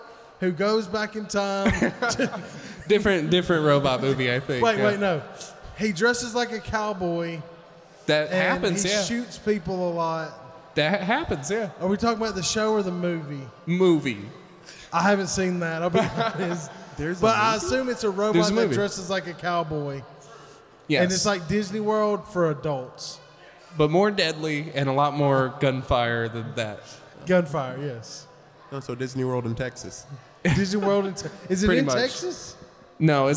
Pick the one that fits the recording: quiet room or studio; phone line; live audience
live audience